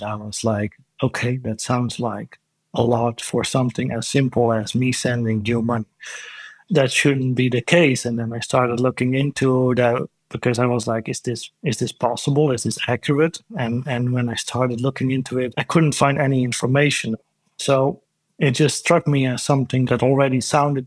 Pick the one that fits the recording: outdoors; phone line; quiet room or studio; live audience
quiet room or studio